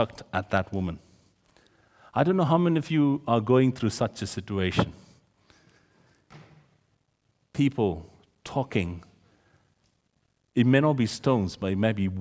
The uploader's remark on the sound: This sermon was recorded on Sunday 15th October 2023 at our Great Denham venue.